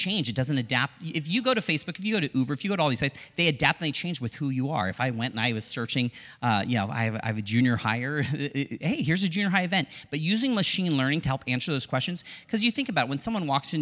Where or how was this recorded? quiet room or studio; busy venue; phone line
busy venue